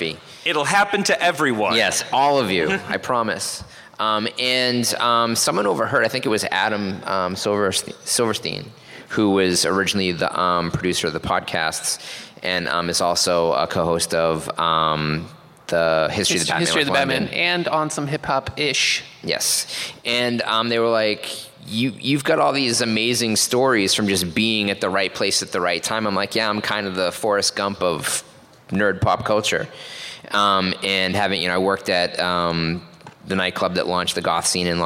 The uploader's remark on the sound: Recorded LIVE at Los Angeles Comic Con 2016!